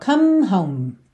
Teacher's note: Você termina a palavra com os lábios se encontrando